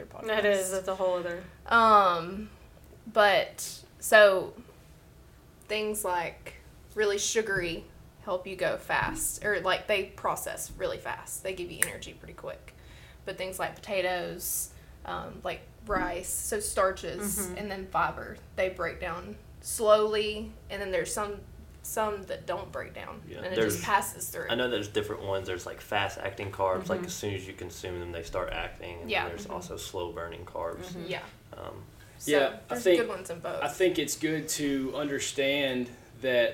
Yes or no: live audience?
no